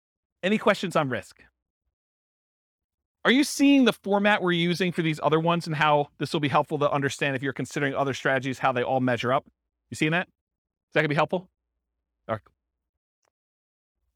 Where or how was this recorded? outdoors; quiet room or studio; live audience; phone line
live audience